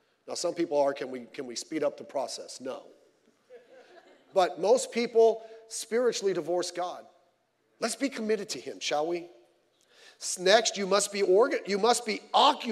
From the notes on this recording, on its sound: Sunday Morning Service